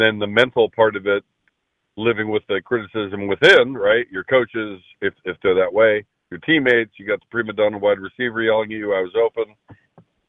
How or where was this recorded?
phone line